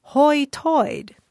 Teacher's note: In the so-called Ocracoke brogue, the expression high tide comes out more like hoi toid.